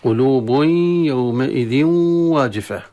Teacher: انتقلت صفة من الحرف الأول وهي الغنة، انتقلت إلى الحرف الثاني، فأصبح الإدغام ليس خالصا. وجود صفة من الحرف الأول يعني لا زال الإدغام غير مكتمل من حيث الصفة، أما من حيث الذات أدغم، أما الصفة بقت وهي صفة الإدغام. · وعلى القارئ أن ينتبه أن يأتي بالإدغام الناقص كما هي، يأتي بالياء مع الغنة، يأتي بالواو مع الغنة، لا أن يأتي بالياء خالصة ويطول فيها ثم يأتي الإدغام التنوين في الواو، يأتي بالواو خالصة ويطول فيها ويعني يظهرها كأنها هي أتى بالغنة، ليست غنة.